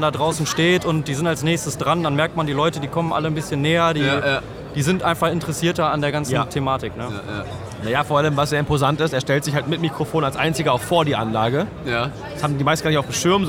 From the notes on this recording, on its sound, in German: Community Podcast live von der Prolight + Sound 2023. In dieser Folge haben wir euch zu Wort kommen lassen und gefragt, wie ihr die Prolight + Sound 2023 fandet.